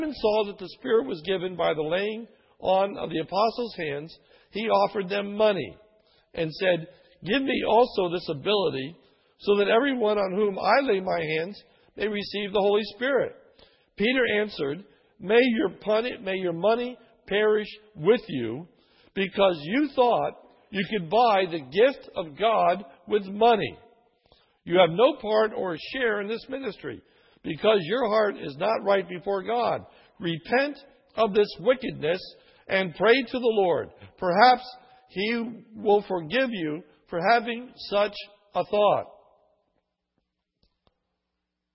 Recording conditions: large echoing room